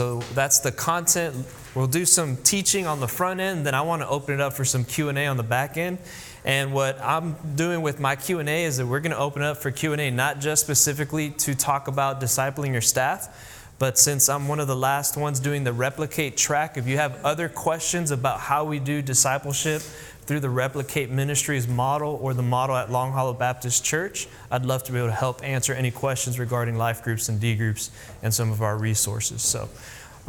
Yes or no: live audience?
yes